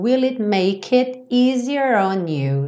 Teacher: o make, como o E final não é pronunciado, você já junta no it